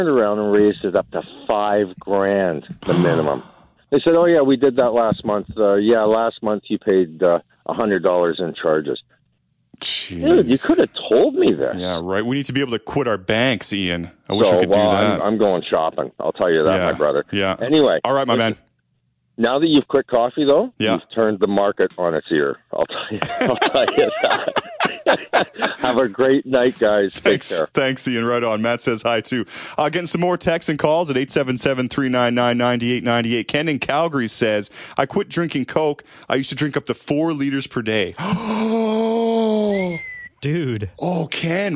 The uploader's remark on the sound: Our Shiftheads called in with all kinds of stuff.